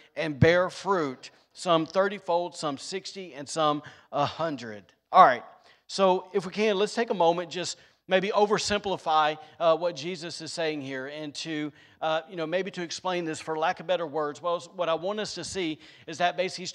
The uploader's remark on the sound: Was recorded on Sunday, May 1st, 2022, during service at The Anchor Church in Rockport, Maine.